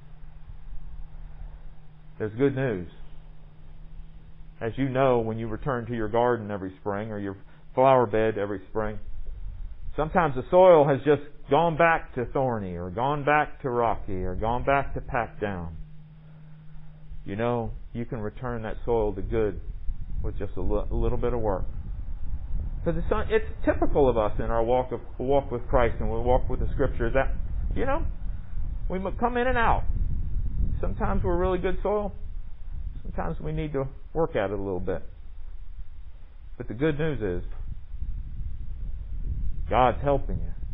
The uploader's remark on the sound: Recorded under the Pavilion during worship on July 12, 2020.